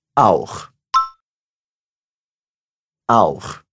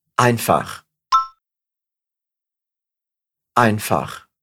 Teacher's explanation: A gente faz esse sonzinho rasgado ali na garganta por conta do CH